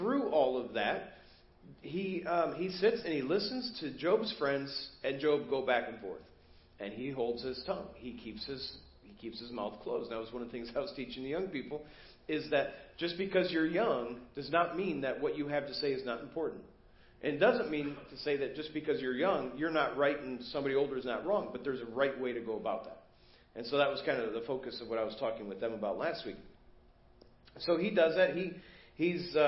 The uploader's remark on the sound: Preached at First Baptist Church of Hazel Park